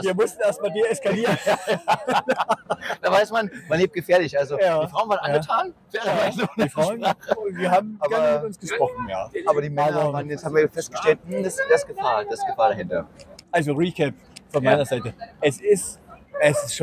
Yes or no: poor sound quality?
yes